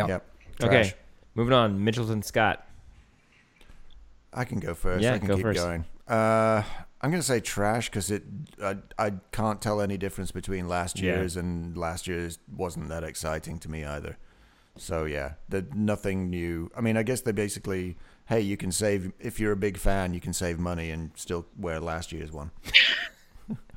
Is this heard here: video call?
no